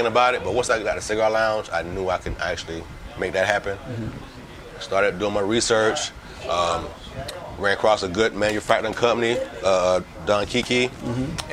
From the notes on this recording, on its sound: PuffChat Episode recorded at Havana Cigars ATL